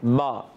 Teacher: با ادا ہوتا ہے دونوں ہونٹوں کے تر حصے سے